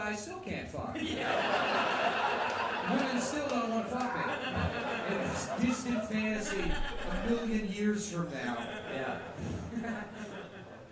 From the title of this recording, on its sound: Live show